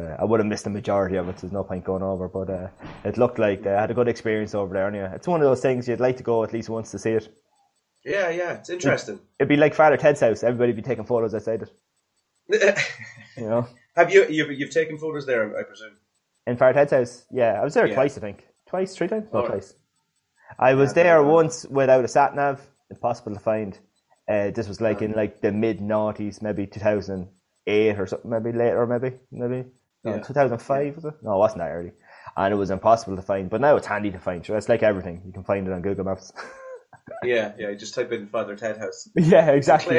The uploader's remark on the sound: Is on the zoom again.